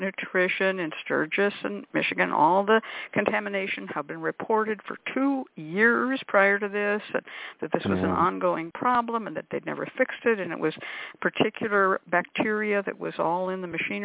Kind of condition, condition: link, phone line